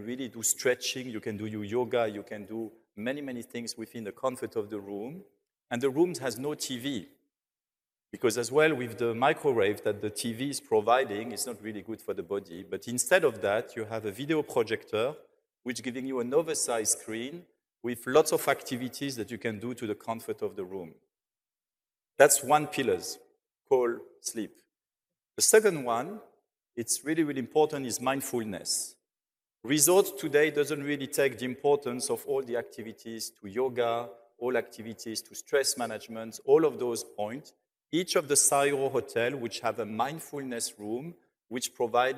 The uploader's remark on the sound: on stage in Dubai at Skift Global Forum East